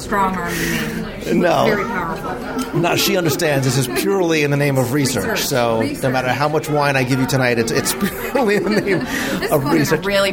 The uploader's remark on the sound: One of just a few Walt Disney World restaurants that offers year-round outdoor dining, it overlooks the Lake Buena Vista golf course and it's casual atmosphere reflects the resort's equestrian theme. Inside the restaurant for a live review of the ambiance.